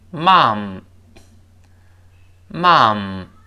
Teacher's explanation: 就更像中文中这个妈，这个声音，但最后要闭住嘴